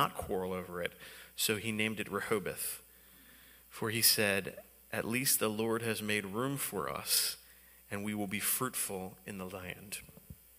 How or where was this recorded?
large echoing room